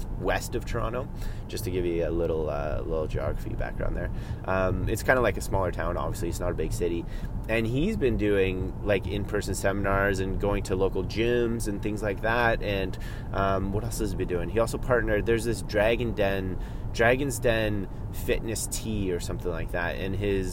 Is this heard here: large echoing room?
no